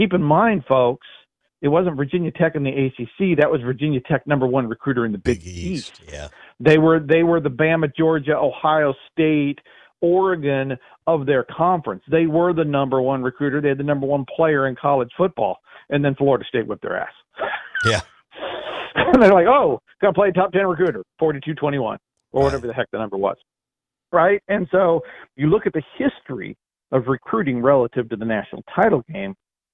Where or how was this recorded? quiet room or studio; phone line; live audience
phone line